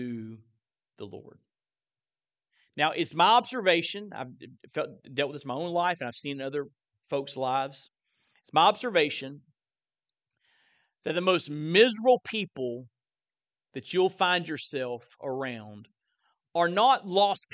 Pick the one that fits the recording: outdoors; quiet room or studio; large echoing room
large echoing room